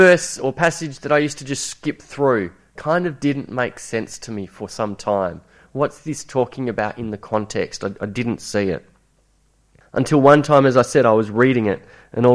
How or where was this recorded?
large echoing room